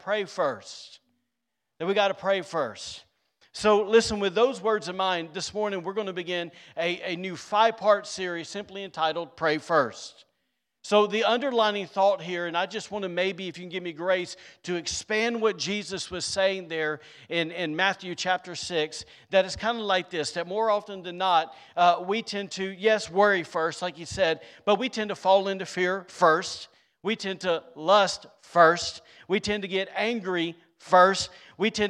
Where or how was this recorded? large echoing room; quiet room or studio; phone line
large echoing room